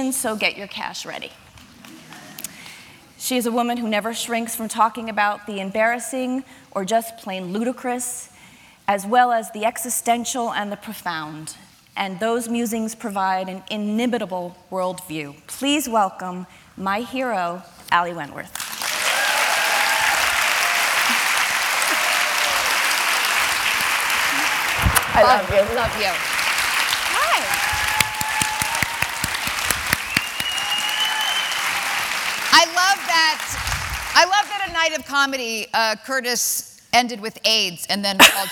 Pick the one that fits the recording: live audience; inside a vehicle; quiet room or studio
live audience